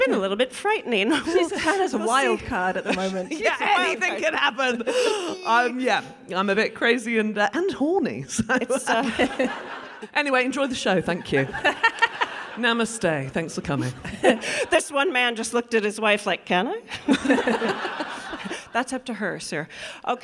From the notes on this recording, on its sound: The Drunk Women continue their Edinburgh odyssey, as they bring to you this gem recorded at the Fringe in 2023.